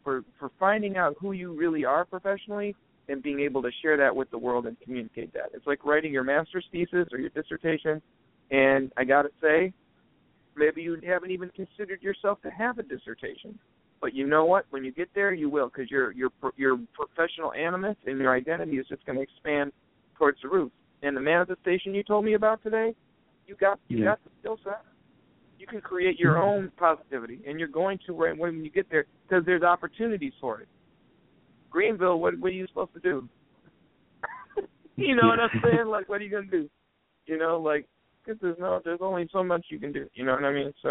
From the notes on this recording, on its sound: Open the phone lines for Tarot/Oracle readings!